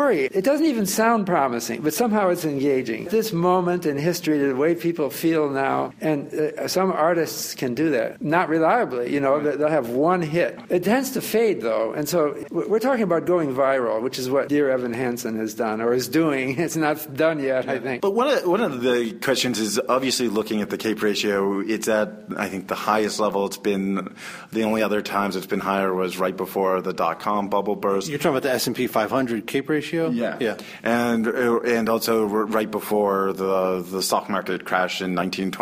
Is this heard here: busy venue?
yes